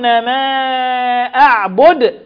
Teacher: والقلقلة عند الدال عند الوقف